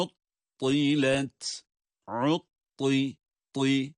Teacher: Ayın da'ya bağlanıyor da tabii ki kalın.